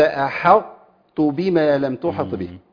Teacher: هناك الإدغام ناقص آتي بتائين والأولى مفخمة. تبقى صفة الطاء ويزول الحركة.